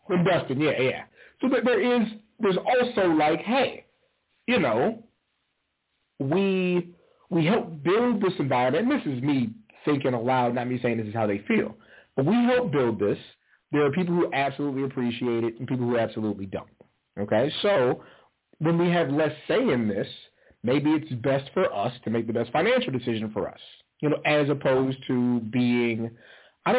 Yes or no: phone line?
yes